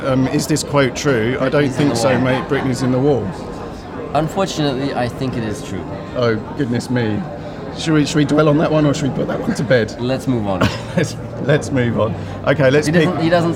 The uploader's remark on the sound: at the Goodwood Festival of Speed